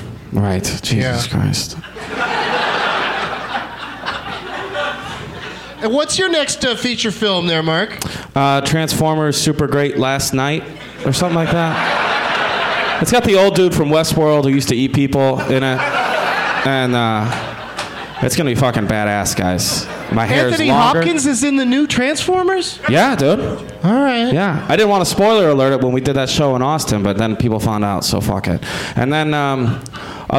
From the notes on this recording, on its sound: Live from Goodnight's Comedy Club in Raleigh.